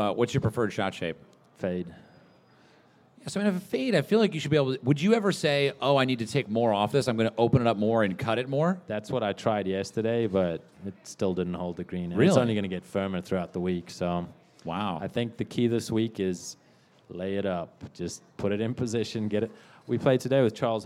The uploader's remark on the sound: LIVE from the Chase Sapphire Cardmember Club